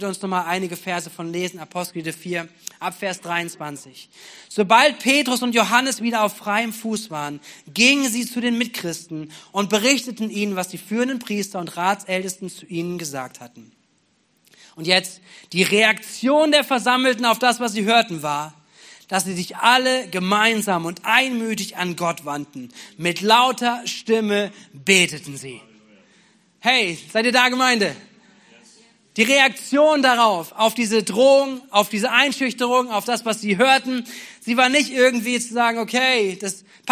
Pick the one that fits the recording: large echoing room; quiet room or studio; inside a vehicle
large echoing room